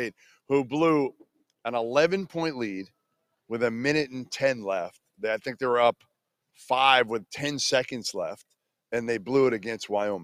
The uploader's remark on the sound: LIVE from UConn! LIVE from Hartford.